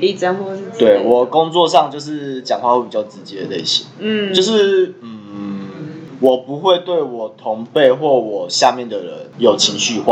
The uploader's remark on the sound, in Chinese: 因為錄音地點附近是校園所以會有鐘聲XDD還請大家多多見諒ㅠㅠ。